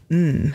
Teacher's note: det er en sånn leppelyd hvor vi lukker leppen, ikke sant? Og så kommer da lyden ut nesen på en måte, så det kalles for en nasal, en neselyd.